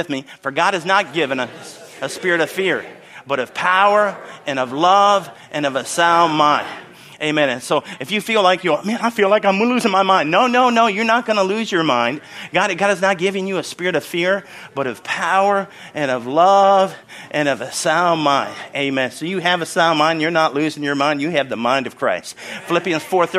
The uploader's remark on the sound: from the Sunday service on March 26, 2023 at Harvest Bible Church in Stockton, CA.